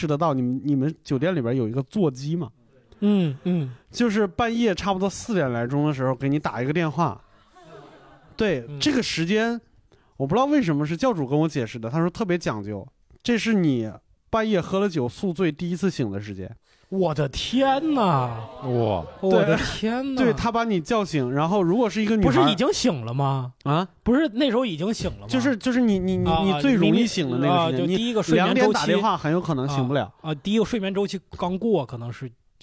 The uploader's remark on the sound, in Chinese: 谐星聊天会首次线下 邀请30名观众一同 录制